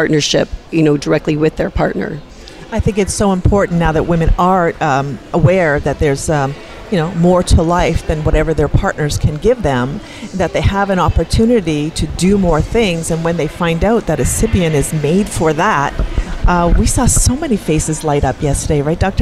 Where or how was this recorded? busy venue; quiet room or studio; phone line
busy venue